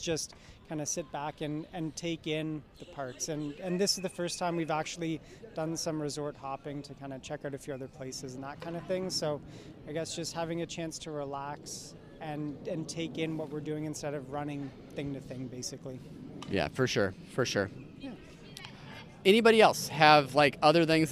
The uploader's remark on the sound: RunDisney Live from the Boardwalk